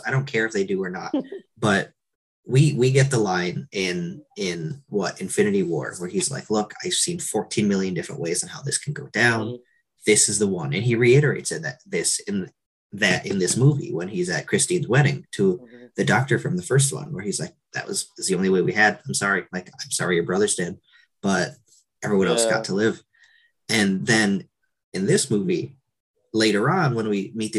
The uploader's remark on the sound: This episode might of felt rushed because at time of recording I was using the free version of Zoom which allows only a 40-45 meeting time limit so we had to end it quickly when we realized we were running out of time.